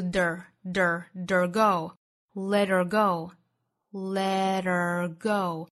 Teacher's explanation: let her go 在美音之中更多会弹舌发出一个 der der der go